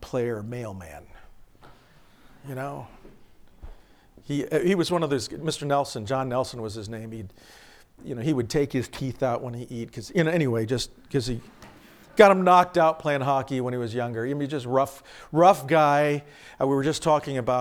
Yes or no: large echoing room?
yes